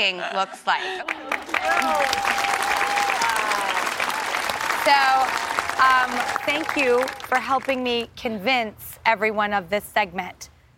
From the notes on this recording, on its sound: the entire studio audience is filled with best friends